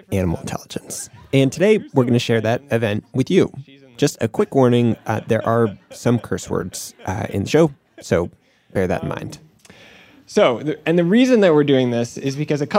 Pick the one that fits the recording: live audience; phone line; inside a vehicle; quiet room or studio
live audience